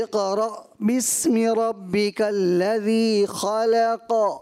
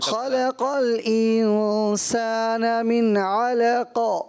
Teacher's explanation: قاف کی آواز اس میں حرف قلقلہ، اس میں آواز لوٹ کر آتی ہے۔ اقرا بسم ربک الذی خلق، اس میں خلق الانسان من علق، یہ آواز لوٹ رہی ہے۔